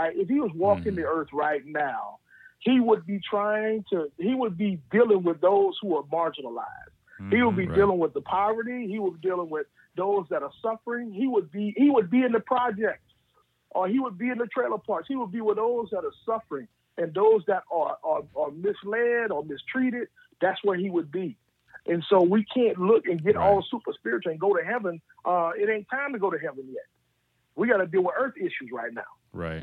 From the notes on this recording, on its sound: get on the phone